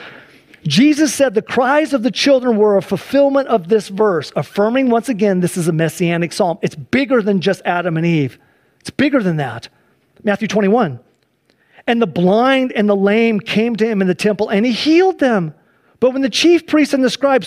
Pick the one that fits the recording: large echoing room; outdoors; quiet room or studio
large echoing room